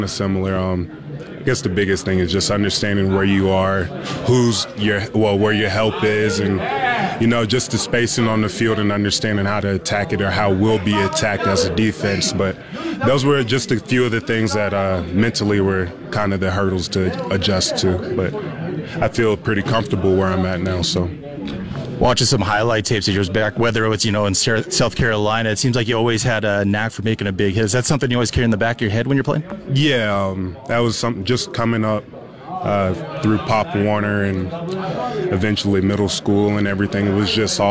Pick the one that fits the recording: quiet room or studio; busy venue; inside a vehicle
busy venue